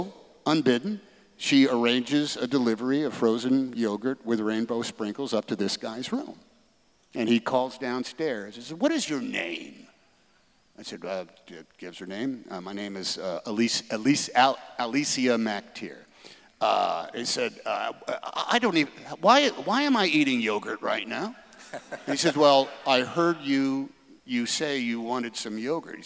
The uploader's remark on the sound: on stage at the Keller auditorium in May 2023